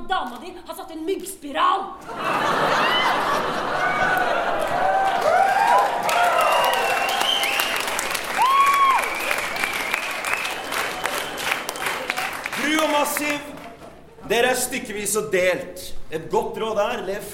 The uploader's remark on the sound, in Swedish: under SPKRBOX-festivalen